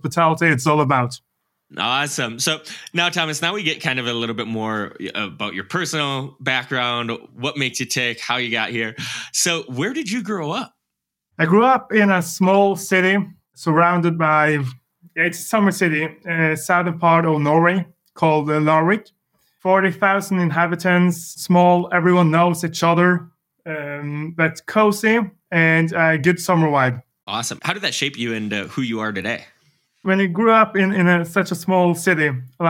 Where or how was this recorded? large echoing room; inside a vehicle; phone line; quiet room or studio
quiet room or studio